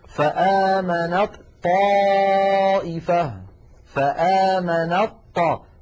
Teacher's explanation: وهي من مخرج الطاء، فإذا وصلنا كلمة آمنت مع كلمة طائفة نحول التاء إلى طاء ثم ندغم الطاء الأولى في الثانية ويصير النطق هكذا، فآمنت طائفة، فآمنت طاء ولا يبقى للتاء أثر.